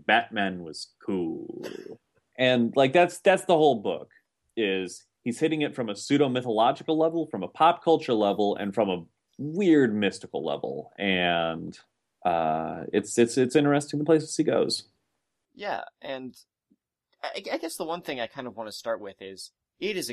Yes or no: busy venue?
no